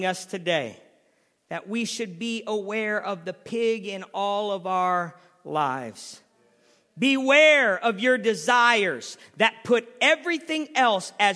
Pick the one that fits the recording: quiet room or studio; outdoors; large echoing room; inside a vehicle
large echoing room